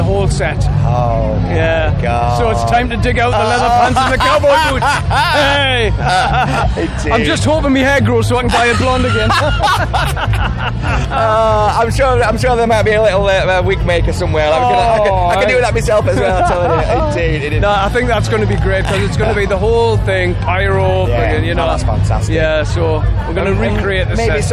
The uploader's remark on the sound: TURS All Talk at Bloodstock 2022